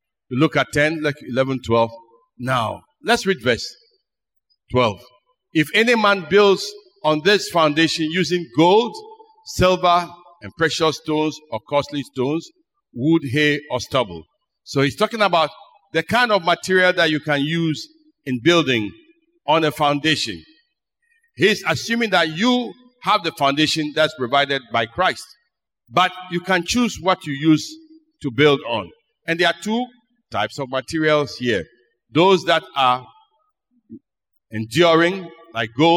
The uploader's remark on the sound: Sermon preached at CBC Shiashie Campus.